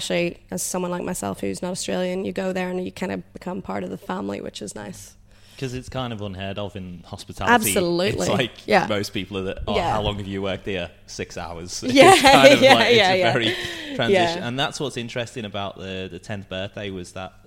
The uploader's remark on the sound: The episode was recorded at the brewpub in Collingwood.